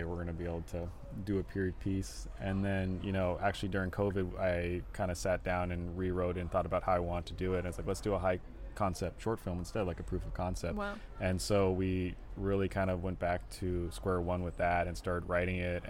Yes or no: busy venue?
yes